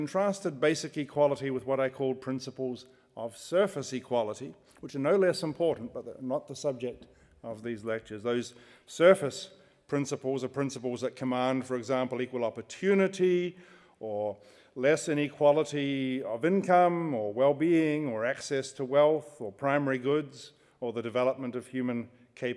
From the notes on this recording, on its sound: Recorded on 27 January 2015 at the University of Edinburgh's Playfair Library.